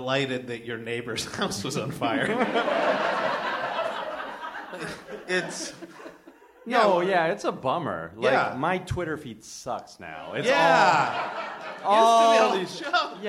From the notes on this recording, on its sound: Recorded live from Very Very Fun Day in Chicago at Thalia Hall on February 11, 2017.